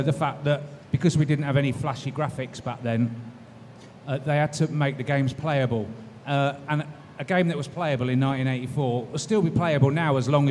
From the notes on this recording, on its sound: panel from PLAY Expo, Manchester